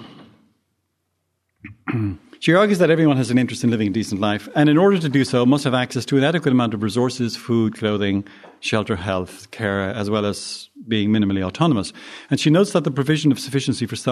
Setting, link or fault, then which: setting, large echoing room